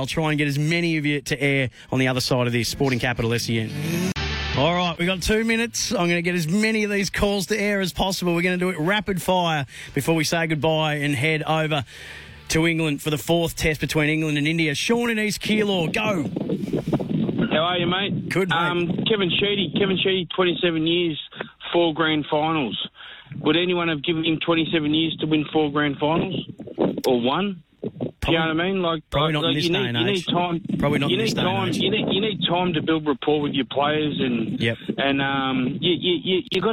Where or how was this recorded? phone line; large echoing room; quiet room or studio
phone line